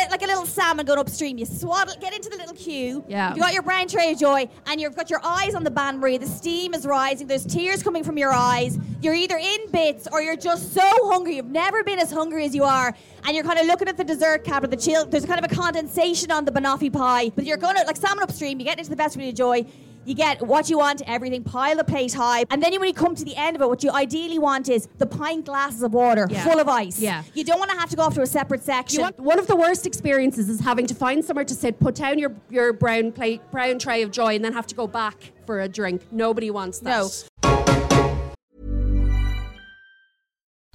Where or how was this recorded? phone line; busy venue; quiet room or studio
busy venue